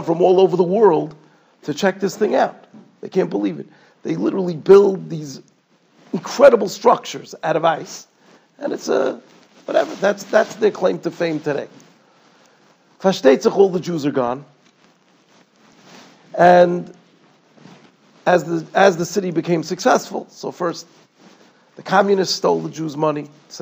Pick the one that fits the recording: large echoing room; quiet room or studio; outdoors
large echoing room